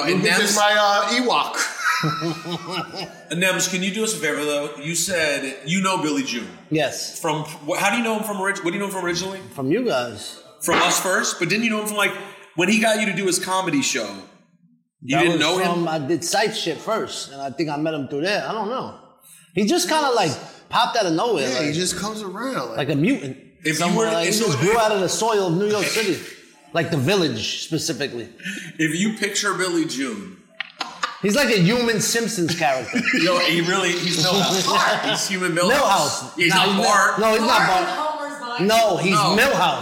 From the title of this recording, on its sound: Live in Miami